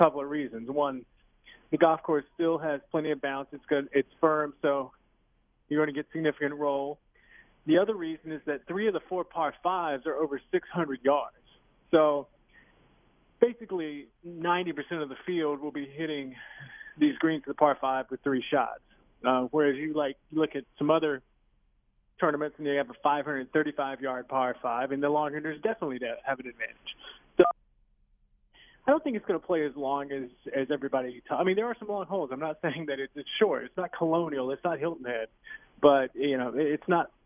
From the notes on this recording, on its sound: calls in LIVE from Erin Hills